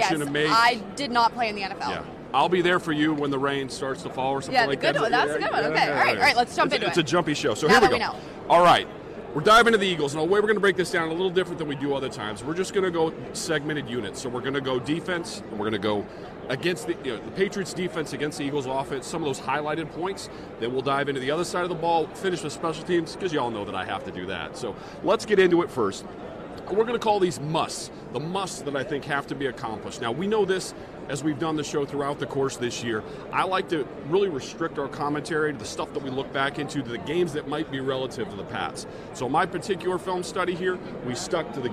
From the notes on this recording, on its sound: The REAL THING Patriots Podcast comes at ya live from the Mall of America in Minneapolis, Minnesota.